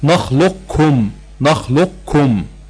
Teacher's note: نخلقكم ديت دي حكمها الإدغام، ومش إدغام بس، لا إدغام في أوجه الإدغام الناقص، يعني بقاء صفة القاف في التفخيم